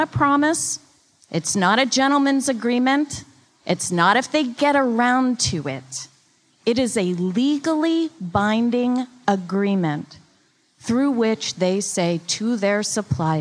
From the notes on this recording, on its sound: Panel discussion on agricultural labor in front of a live audience at Brooklyn’s Museum of Food and Drink (MOFAD).